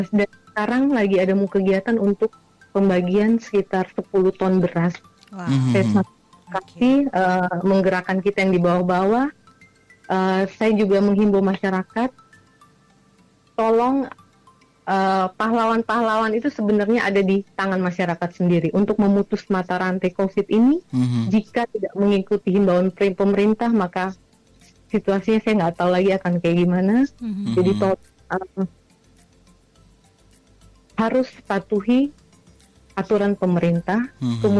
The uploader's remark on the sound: ON THE PHONE